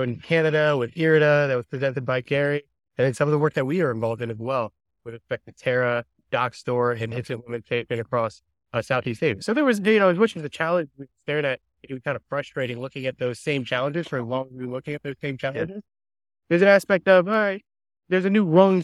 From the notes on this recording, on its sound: Set against the picturesque backdrop of Vancouver. Sorry about the audio quality, we were outdoors and our microphones weren't working as intended.